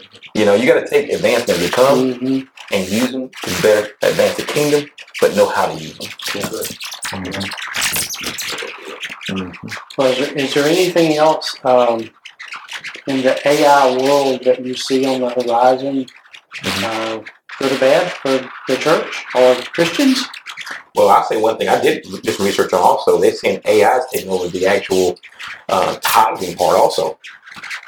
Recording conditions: distortion